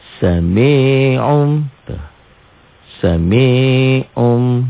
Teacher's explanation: Berubah total. Nun mati atau jika dilatenkan berubah N-nya menjadi M. · Term: iklab